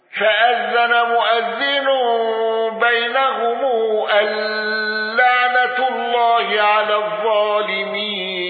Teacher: لاحظ كلمة مؤذن لا إبدال فيها للأصبهاني